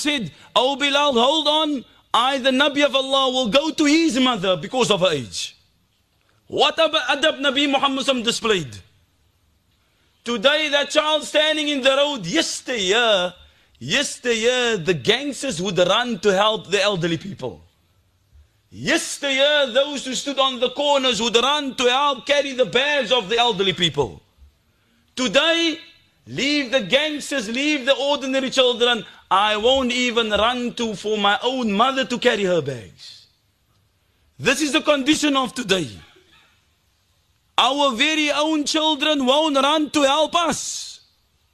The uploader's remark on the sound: Bayview Masjid Jumuah